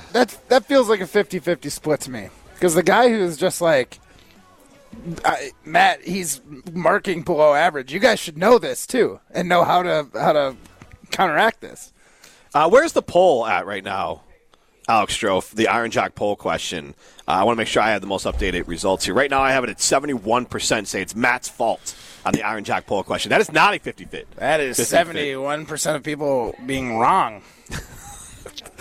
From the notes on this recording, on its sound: live at Maple Bluff Country Club